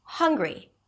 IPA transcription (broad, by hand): ˈhʌŋɡri